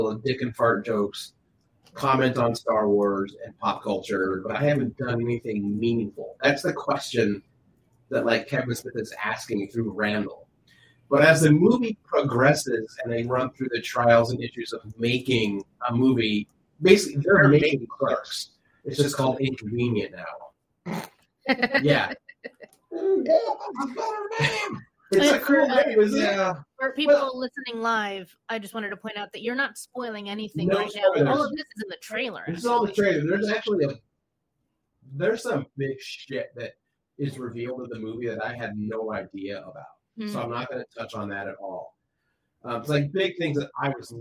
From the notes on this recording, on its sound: We know about the janky audio, we ran into many equipment issues and are trying different equipment and services going forward.